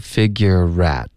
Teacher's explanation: figure 跟 at 我们要连读 figurerat，有一个 rat 的音连过去了